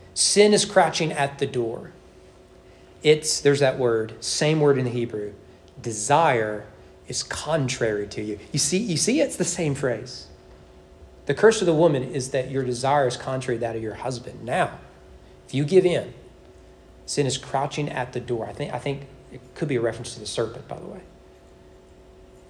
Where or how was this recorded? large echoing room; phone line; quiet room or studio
large echoing room